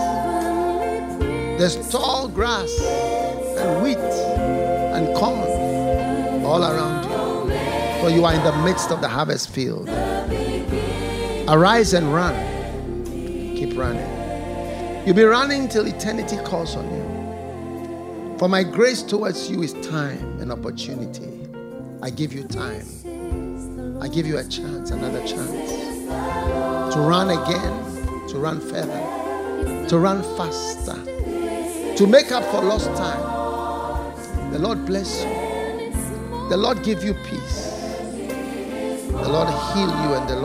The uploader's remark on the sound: Preached at the FLOW Church Service.